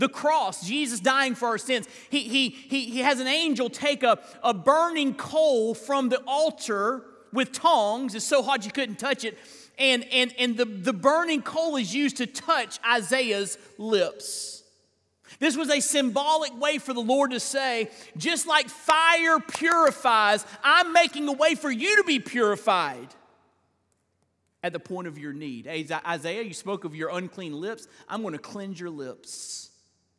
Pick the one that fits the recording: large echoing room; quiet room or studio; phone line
large echoing room